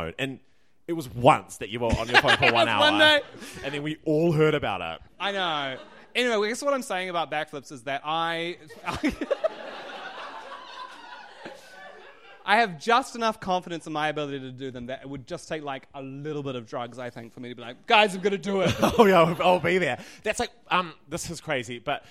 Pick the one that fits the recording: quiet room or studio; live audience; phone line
live audience